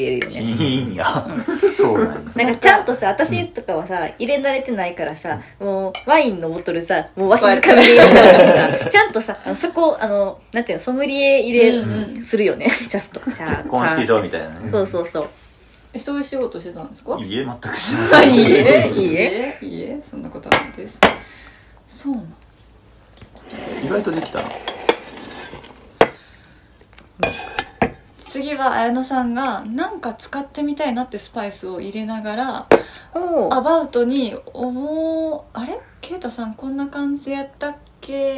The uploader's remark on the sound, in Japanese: お鍋でグツグツ作業しながらの収録だったので、ちょっぴり（かなり）ガチャガチャした音声をお届けしちゃってます。